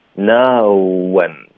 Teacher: 我们嘴唇就会放松，连读，然后导致一个 w 的音，noone，OK，结尾的 n，舌尖要顶上颚发，I knowwhen， I knowwhen，这个 n 呢，连发到 with 的时候呢，它就是连读，nwith， nwith，不用有一个停顿，nwith， nwith，这样越连贯